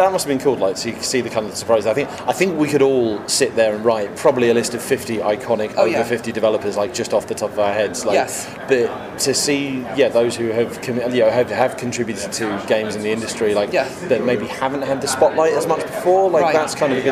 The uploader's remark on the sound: Recorded at E3 2018